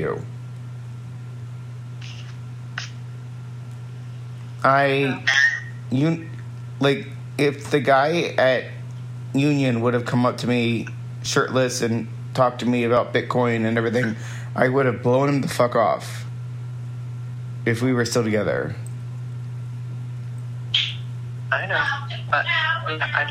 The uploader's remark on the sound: Raw Audio. This is the most raw podcast I will post as it’s recorded on my iPad no real mic.